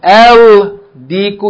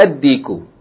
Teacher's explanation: The Lam is merged into it, the Lam disappears, and you pronounce that letter twice. · Shown in: second take